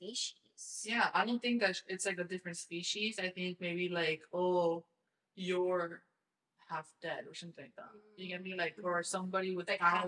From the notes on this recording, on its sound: I just want to apologize for this episodes, audio quality. It was not how I anticipated it to sound. To be completely honest, I am still learning how to work these wireless mics. I think we’re gonna have to go back to the original mics because the sound quality is much better.